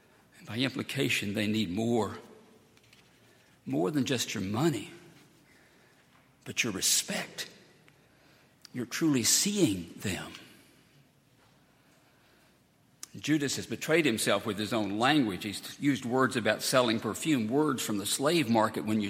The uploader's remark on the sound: at Highland Baptist Church.